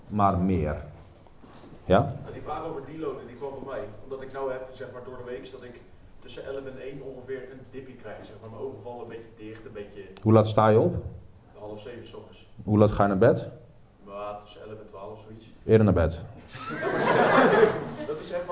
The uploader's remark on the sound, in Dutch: LIVE community Q&A. Tijdens de supporters Sportpoeder meeting.